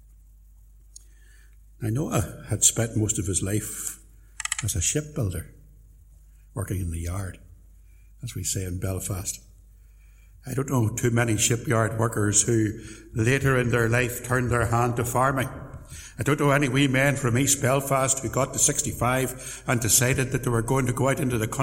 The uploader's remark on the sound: Sermon preached at Templepatrick Reformed Church.